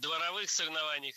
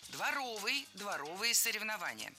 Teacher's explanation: Правильный вариант – дворовый, дворовые соревнования. Прилагательное, образованное от существительного «двор» – дворовый, с ударением на втором слоге и окончанием «ый». · Shown in: second take · Других вариантов словари не фиксируют, так что дворовые соревнования.